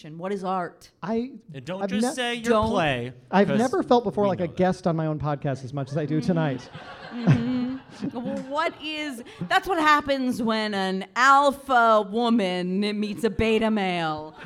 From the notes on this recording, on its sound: It’s a very special LIVE episode of The Corporation, recorded in front of a small but mighty audience at Vermont Comedy Club!